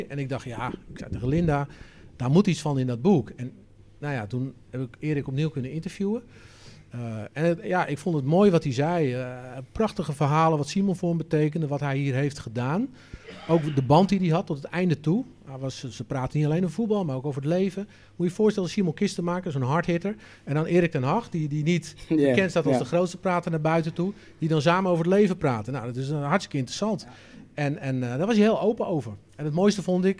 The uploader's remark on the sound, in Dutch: Opname van de presentatie van het boek. 'Een geweldig decor onder de tribune waar het naar clubliefde en nostalgie ruikt.